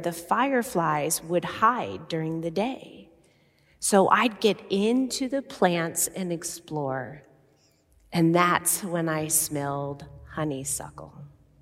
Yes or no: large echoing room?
yes